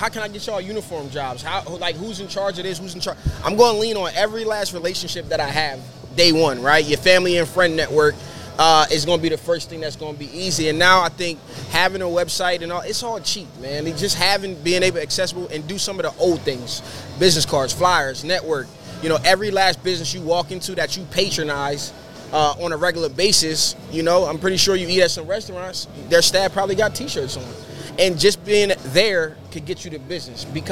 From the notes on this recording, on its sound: Live from ISS Long Beach 2024. As we bring you a live and dynamic session straight from the heart of Impression Expo Long Beach 2024.